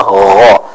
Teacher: Jadi kalau huruf G kan suaranya bulat ya, G misalnya. Kalau suara huruf ghain itu agak pecah. Contoh gho, bukan go tapi gho.